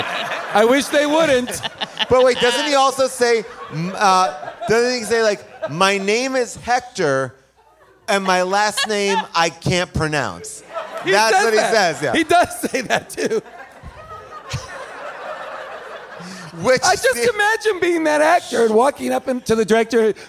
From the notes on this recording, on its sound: LIVE from Largo in LA.